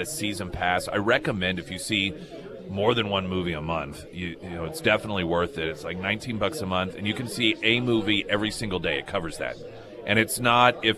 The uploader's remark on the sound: Live at Scramblers Diner.